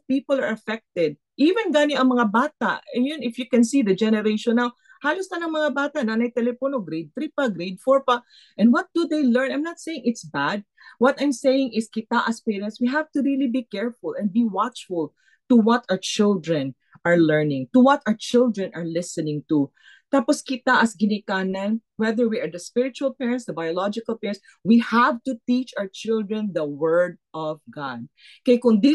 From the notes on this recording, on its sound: Footwashers' 2nd Zoom meeting.